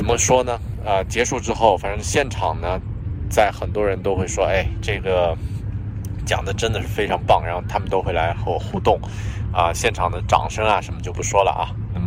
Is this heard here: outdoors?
yes